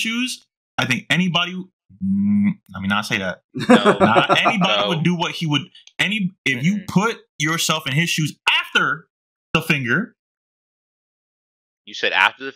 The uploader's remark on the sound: The audio here kinda got messed up